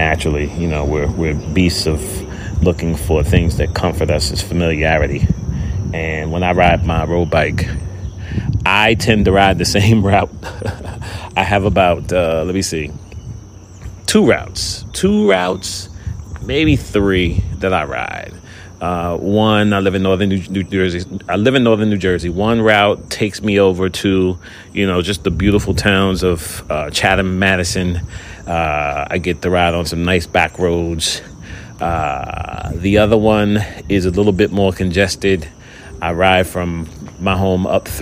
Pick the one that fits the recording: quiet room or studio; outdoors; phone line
outdoors